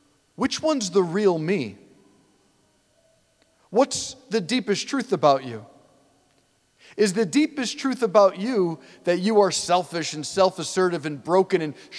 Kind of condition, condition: setting, large echoing room